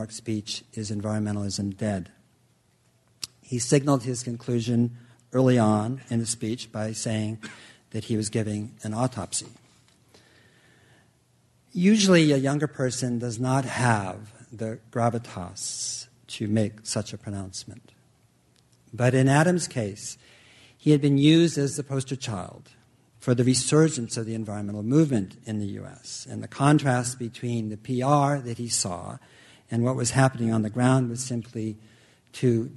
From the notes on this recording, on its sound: This program was recorded in front of a live audience